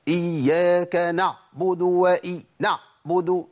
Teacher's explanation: العين هنا ساكنة، نع العين ساكنة. أول خطأ بسمعه هو الشدة في العين